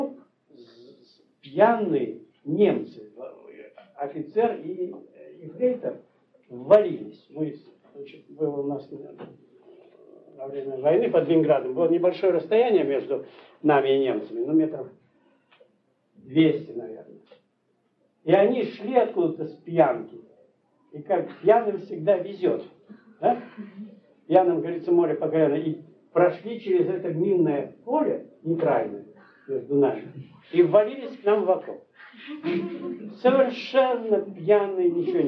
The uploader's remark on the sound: as part of a class lecture at KU in February of 1990